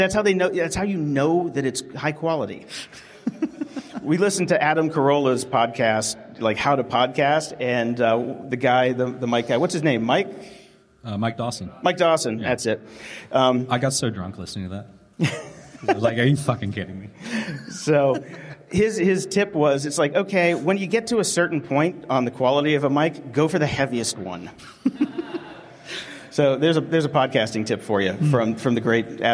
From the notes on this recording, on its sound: Coming to you live in front of a studio audience from the 2018 Fireside Conference in Canada. Live from Fireside 2018.